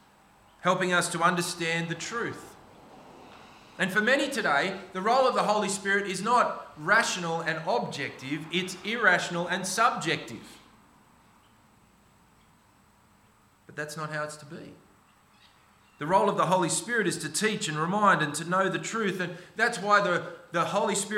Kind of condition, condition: setting, large echoing room